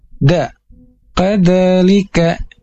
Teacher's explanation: huruf da ini ujung lidahnya keluar sedikit dan menyentuh ujung gigi atas seperti digigit